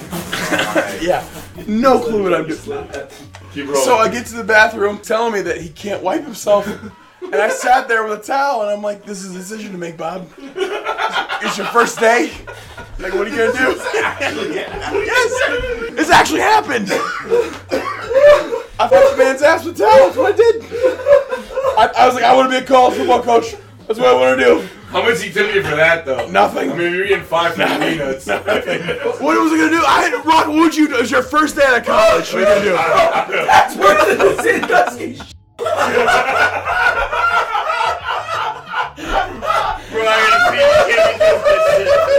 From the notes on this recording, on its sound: A group of my younger coaching buddies sit around a mic at the 2018 AFCA Coaches Convention in Charlotte, NC.